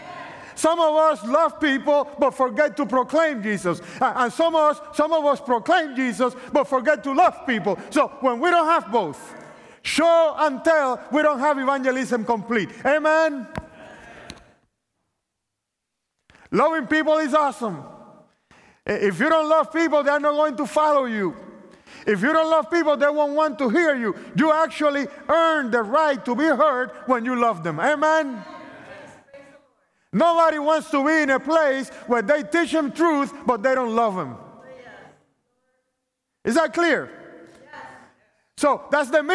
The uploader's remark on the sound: opening presentation of the 2023 Propel Conference